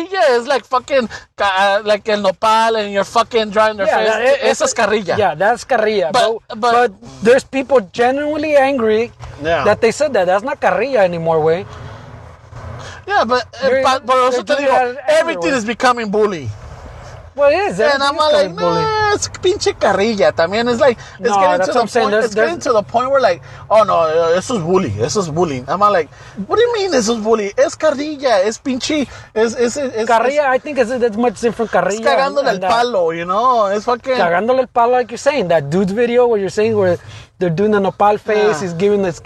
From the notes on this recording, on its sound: We are back outside in a parking lot playing catch up with this week's episode. Special noisy edition.